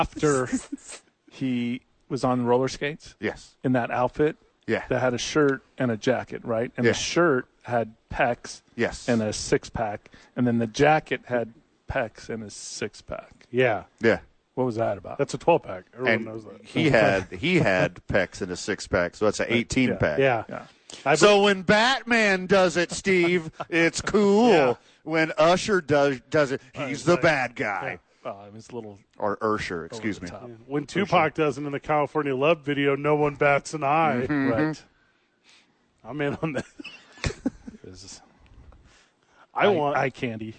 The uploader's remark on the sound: live at The Duke Store